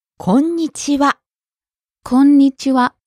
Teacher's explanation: You hold the N sound for a little bit, don't you?